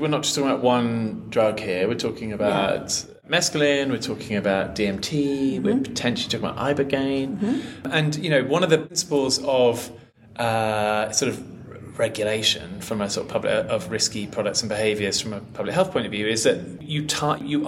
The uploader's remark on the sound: Recorded at MAPS Psychedelic Conference